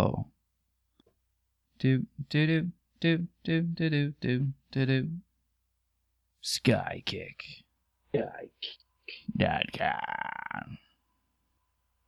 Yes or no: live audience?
no